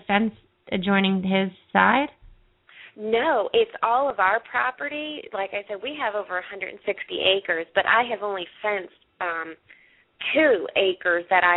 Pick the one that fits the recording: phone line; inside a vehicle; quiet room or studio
phone line